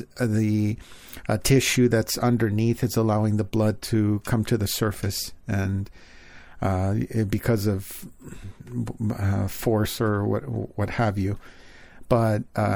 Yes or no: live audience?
no